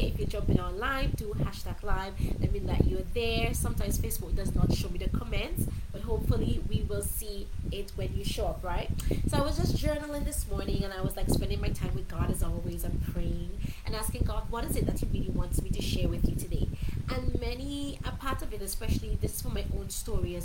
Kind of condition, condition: fault, sounds in the background